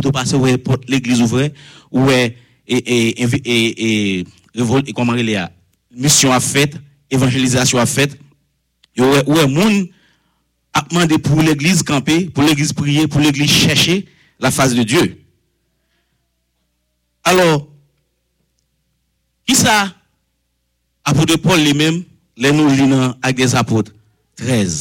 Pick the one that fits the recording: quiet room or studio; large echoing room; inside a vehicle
large echoing room